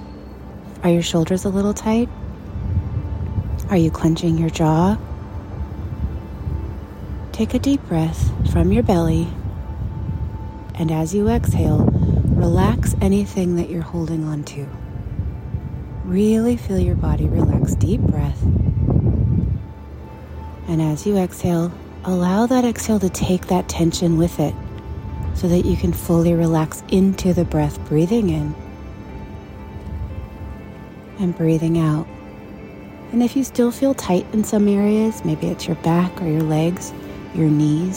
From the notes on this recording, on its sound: A special outside recording edition